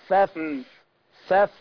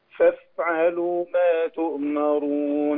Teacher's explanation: تتصف بصفة الهمس والرخاوة فسيب الهواء يجري. فف فف سمعني كده، فافعلوا ما تؤمرون.